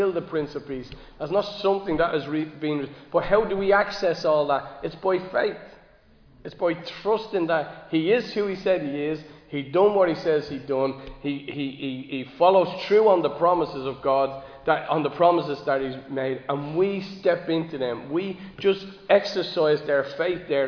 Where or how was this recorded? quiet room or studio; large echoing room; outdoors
large echoing room